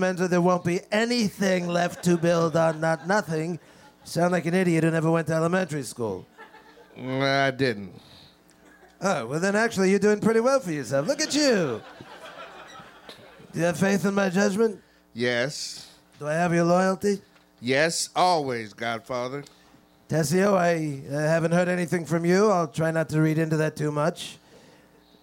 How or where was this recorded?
live audience